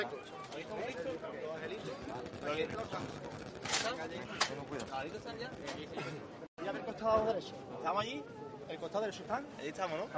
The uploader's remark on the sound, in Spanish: Parte 1 de la emisión en directo de la salida de Los Judíos de San Mateo Jerez 2016.